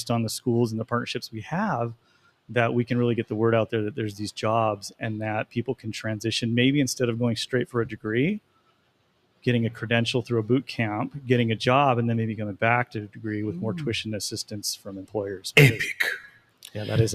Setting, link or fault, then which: setting, busy venue